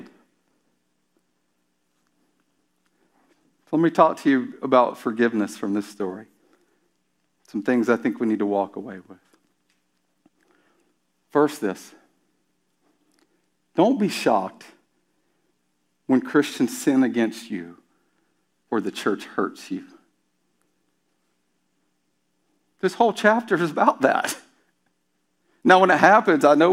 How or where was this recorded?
large echoing room